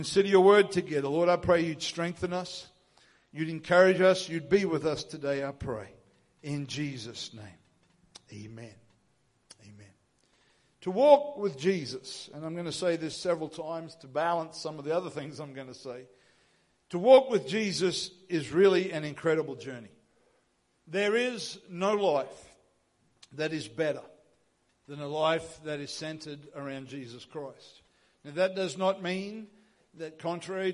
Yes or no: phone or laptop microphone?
no